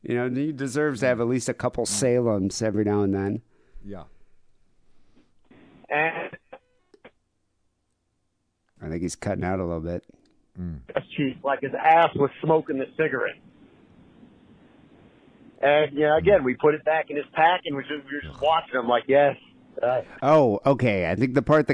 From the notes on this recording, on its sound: Phone calls.